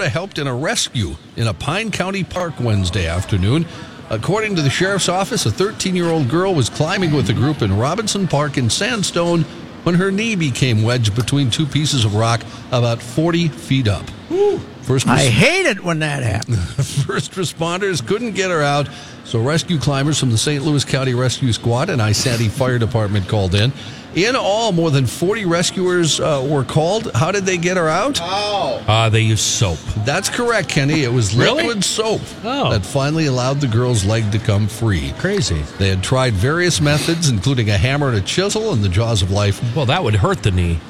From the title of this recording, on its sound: LIVE from the last 3M Championship